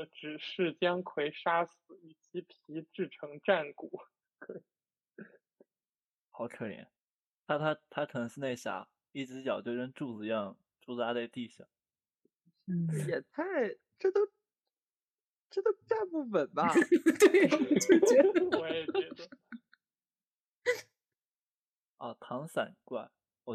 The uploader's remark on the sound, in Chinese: 读书会。结果因为录制渣音质反而更放松了。